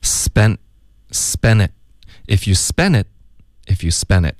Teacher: 他这里不会浊化，而会把这个 t 的音呢给省略